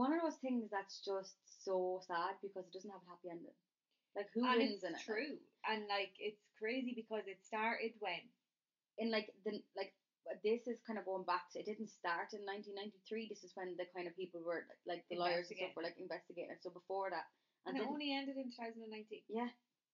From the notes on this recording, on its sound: Please bear with our sound - we promise it gets better as the episodes go on.